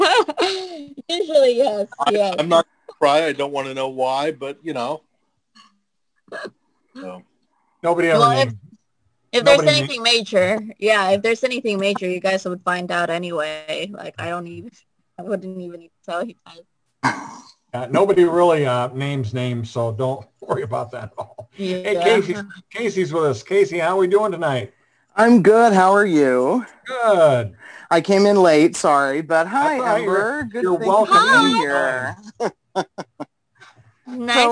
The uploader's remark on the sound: on our Zoom Chat